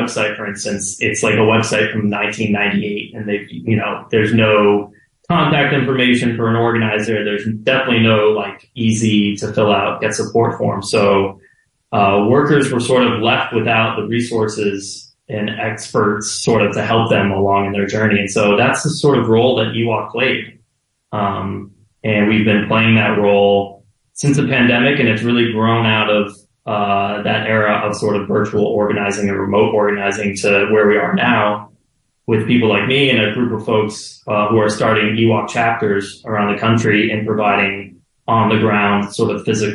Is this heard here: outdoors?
no